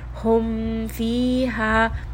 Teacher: Also in the example, hum fiha, here as well, you are going to come to a complete stop. Say the mim with a little bit of time. Again, not too much, but we are just cautious of mixing them together with the letter fa. Hum fiha. So don't merge these together.